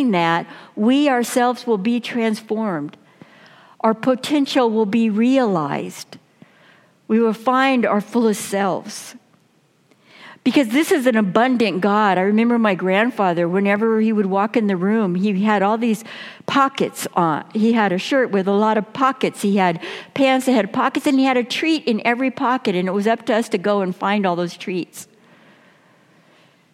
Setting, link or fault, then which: setting, large echoing room